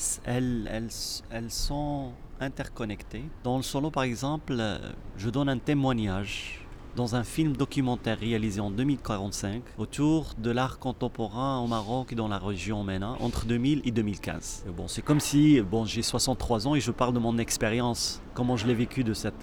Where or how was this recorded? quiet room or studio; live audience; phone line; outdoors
outdoors